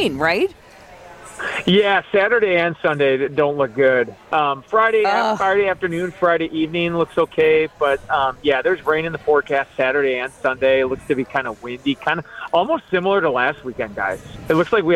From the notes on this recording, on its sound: Is live from the Estabrook Park beer garden. It was a little chilly for beer gardens today.